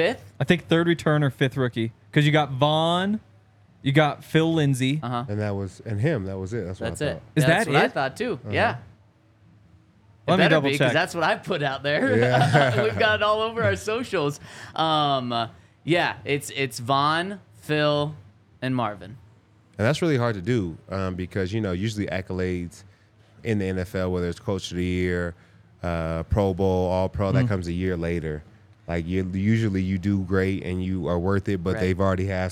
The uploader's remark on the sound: coming to you LIVE from the DNVR Bar